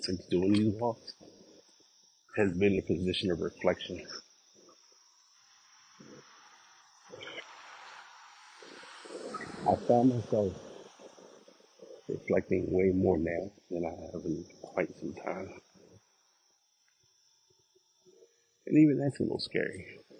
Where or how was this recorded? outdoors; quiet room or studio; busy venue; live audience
outdoors